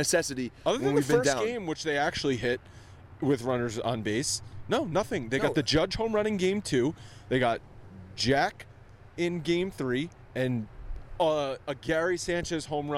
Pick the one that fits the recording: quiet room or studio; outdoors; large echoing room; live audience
outdoors